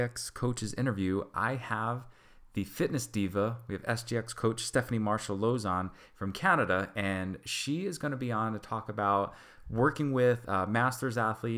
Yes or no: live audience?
no